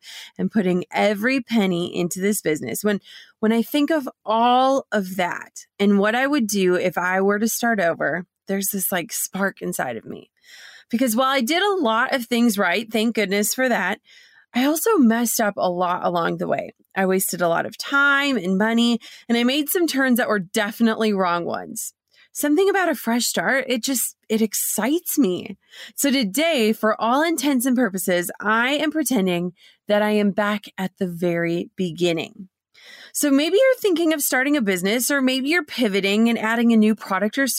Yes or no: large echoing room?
no